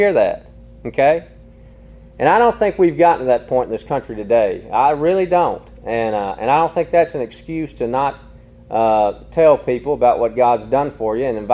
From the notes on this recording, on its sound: Recorded in an afternoon service at Harmony PBC